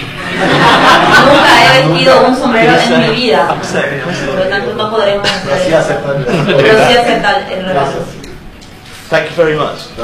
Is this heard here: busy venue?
yes